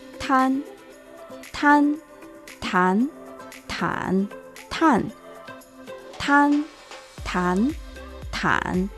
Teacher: T con la vocal nasal delantera an